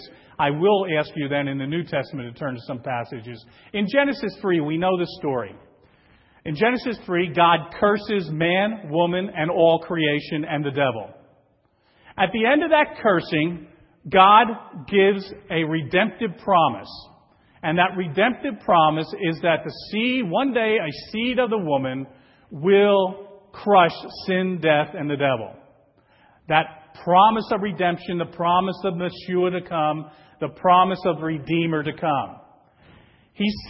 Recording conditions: large echoing room